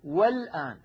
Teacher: الآن الألف واللام التي في أولها هي لام التعريف، ولام التعريف كما نعلم ساكنة قبلها همزة وصل مفتوحة تنطق في بدء الكلام، نقول الآن، لكن لو وضعنا قبلها أي حرف نقول والآن فتسقط الهمزة